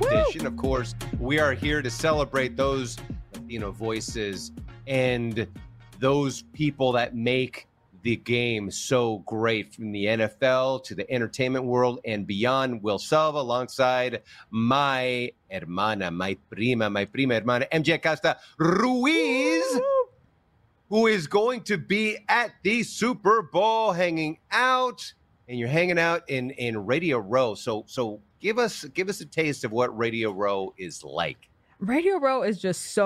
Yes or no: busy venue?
yes